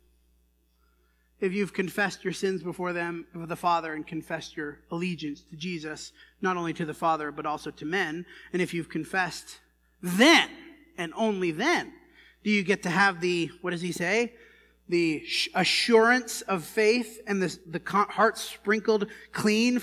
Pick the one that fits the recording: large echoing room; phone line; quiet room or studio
large echoing room